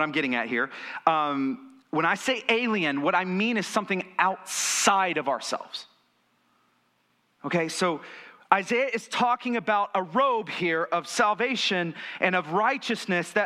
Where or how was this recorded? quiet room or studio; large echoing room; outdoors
large echoing room